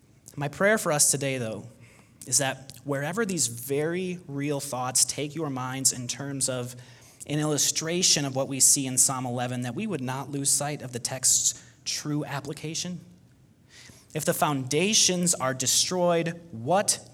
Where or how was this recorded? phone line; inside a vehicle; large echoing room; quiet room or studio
large echoing room